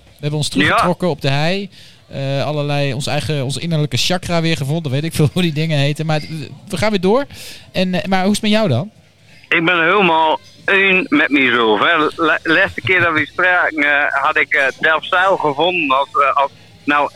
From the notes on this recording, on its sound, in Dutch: De Mannetjes zijn terug, en ze zijn op kroegentocht! Live vrijmibo vanuit het legendarische Diner-Café Soestdijk.